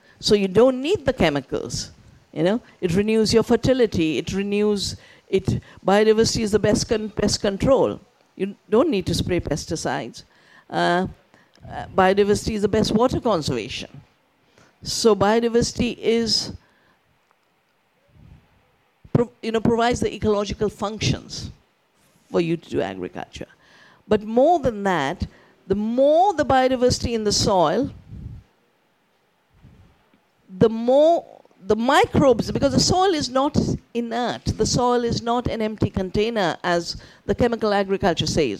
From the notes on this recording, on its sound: For our upcoming 2023 Festival live-recorded highlight sessions.